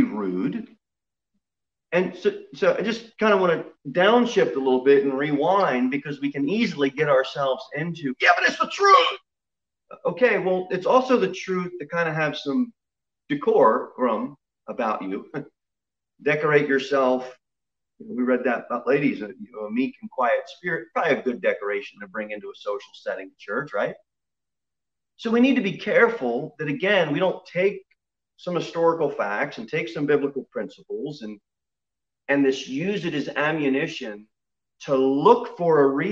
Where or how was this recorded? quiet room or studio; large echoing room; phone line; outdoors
large echoing room